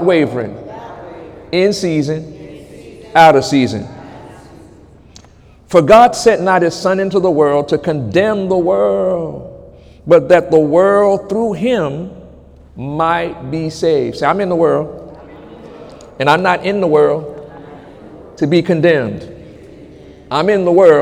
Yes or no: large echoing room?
yes